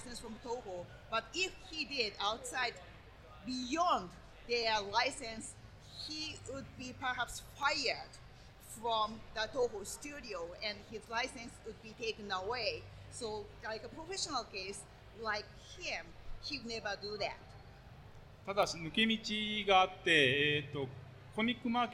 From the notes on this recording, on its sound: Recorded live at FanExpo Chicago, this episode is a panel dedicated to The History of Fan Media.